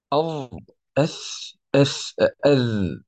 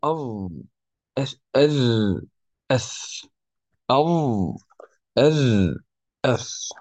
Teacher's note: الظاء والذال والثاء قلنا طرف اللسان مع أطراف الثنايا